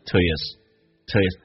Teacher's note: 就可以把 h 音可以去掉也可以保持哈